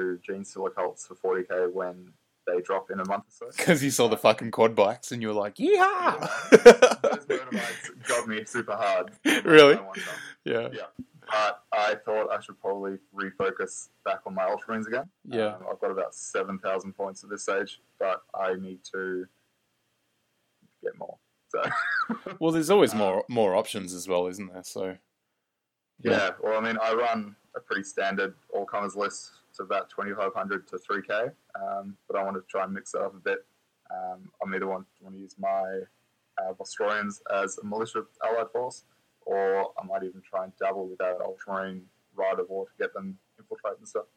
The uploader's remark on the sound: It's our first go at a podcast so the audio needs a little work